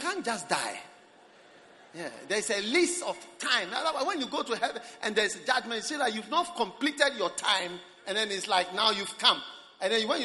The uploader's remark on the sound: Preached at the Prophetic Encounter Service, Accra.